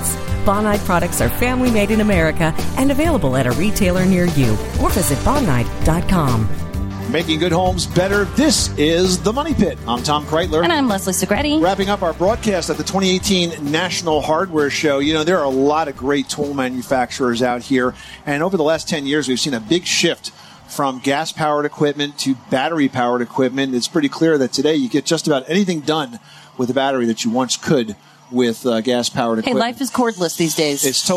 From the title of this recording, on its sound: Live from the 2018 National Hardware Show